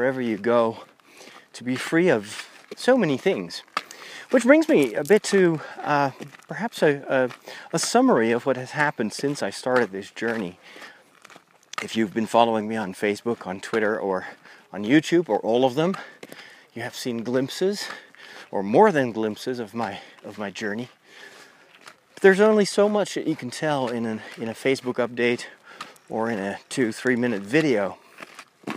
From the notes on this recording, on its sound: In this special episode recorded while walking the Camino.